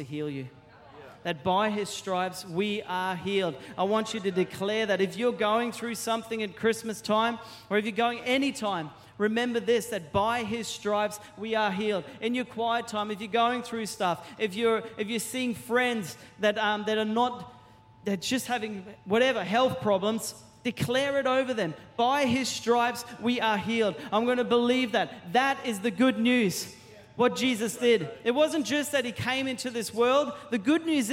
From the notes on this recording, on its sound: Christmas At C3 Powerhouse. Recorded during our 5pm service on Sunday, the 10th of December 2023.